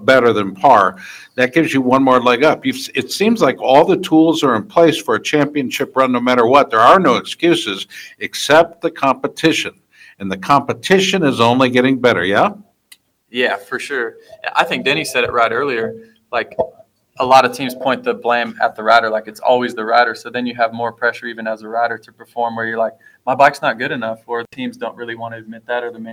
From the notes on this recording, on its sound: Tonight's show comes to from interviews done at the Justin Brayton Shootout. The Shootout at Pole Position Raceway in Grimes, Iowa.